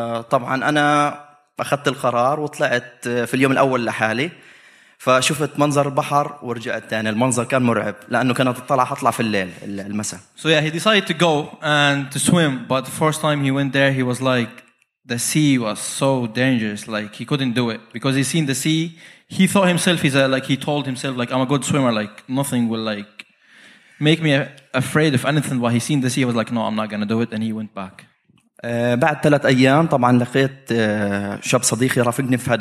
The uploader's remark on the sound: About halfway through the Podcasts for Palestine show. Who was in audience, wanted to say a few words. This podcast wasn't planned or rehearsed. A room of people who felt every word.